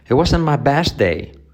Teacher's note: It wasn't my best day. Esa E de best, casi como una A. It wasn't my best day.